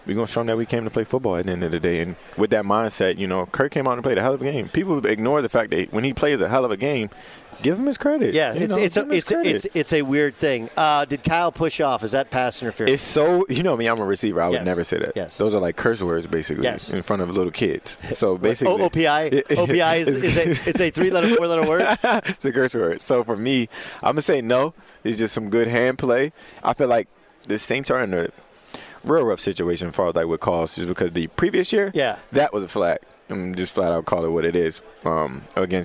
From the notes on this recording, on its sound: live on Radio Row